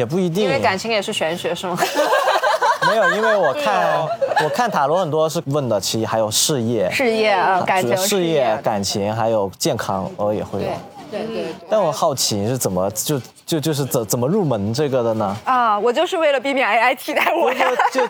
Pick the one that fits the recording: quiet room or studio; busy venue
busy venue